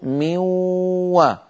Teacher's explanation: انتقلنا من الميم إلى الواو مباشرة، ولم يبق من النون إلا غنتها، لأن نصف النون اللساني قد تحول إلى واو، فصار النطق ميو، ولم يبق من النون إلا غنتها كما أسلفت، بل وطولنا تلك الغنة حتى صارت غنة كاملة.